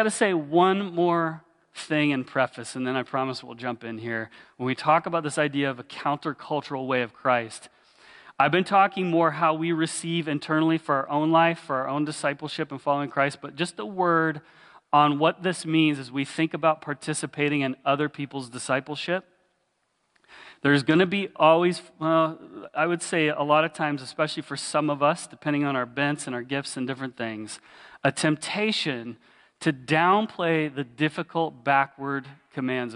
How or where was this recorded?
large echoing room